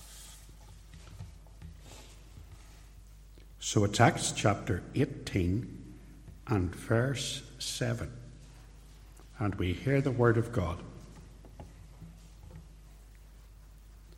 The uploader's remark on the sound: Sermon, preached live at Templepatrick Reformed Church.